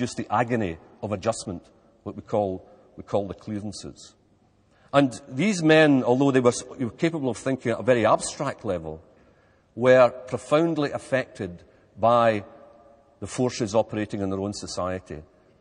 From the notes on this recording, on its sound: Recorded on 7 October 2006 at the University of Edinburgh's McEwan Hall.